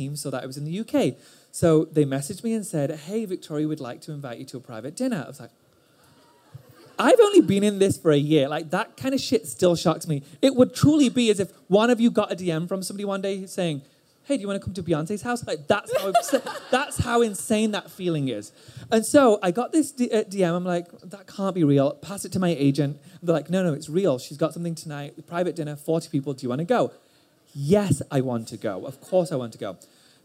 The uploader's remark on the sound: This special episode is coming LIVE from our Create & Cultivate ATX pop up